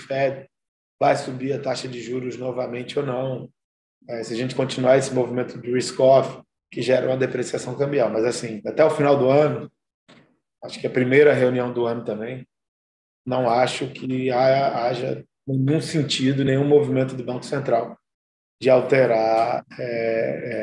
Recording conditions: video call